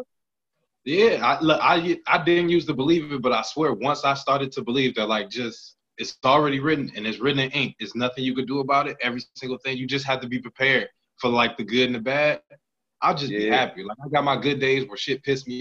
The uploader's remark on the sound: Sit down on zoom.